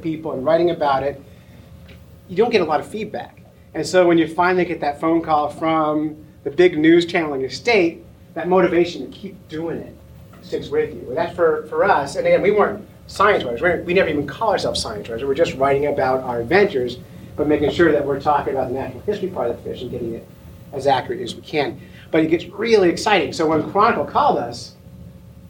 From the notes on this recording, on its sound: Emporia State University invited us to speak in their biology department. We accepted and recorded the seminar for this special edition of the Fish Nerds.